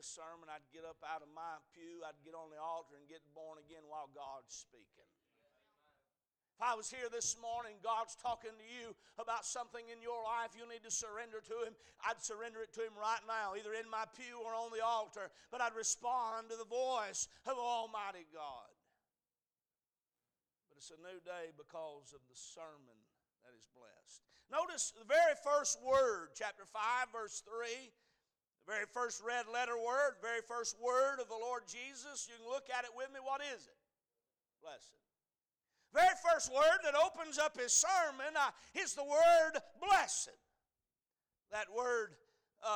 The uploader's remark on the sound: A message series preached at Crossroads Baptist Church on Sunday morning.